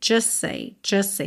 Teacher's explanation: Você junta os dois S's, o S do just com o S do say e come a letra T.